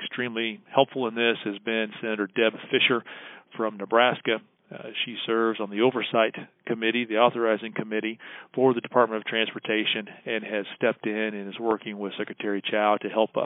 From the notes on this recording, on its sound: This week's Beltway Beef podcast features audio from a Thursday night conference call that NCBA hosted for members.